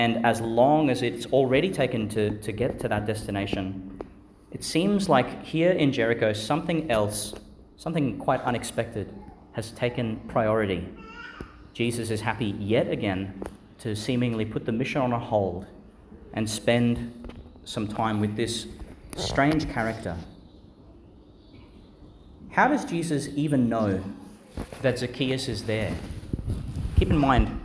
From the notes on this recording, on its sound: delivered at Our Lady Star of the Sea Church, Qld.